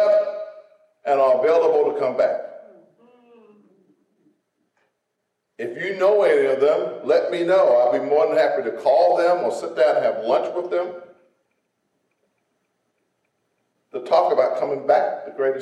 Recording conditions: large echoing room